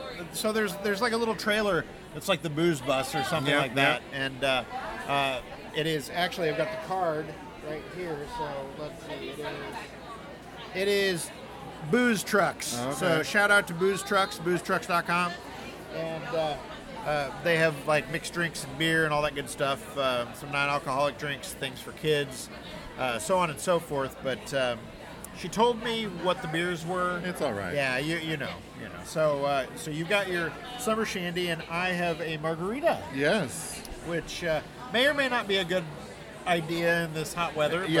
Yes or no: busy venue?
yes